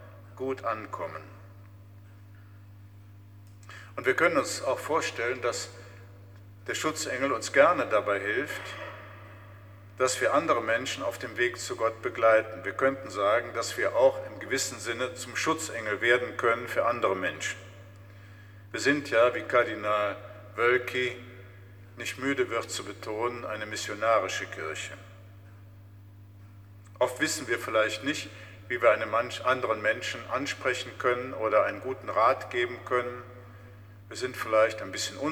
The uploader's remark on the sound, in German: Mitschnitt der Predigt aus St. Pantaleon.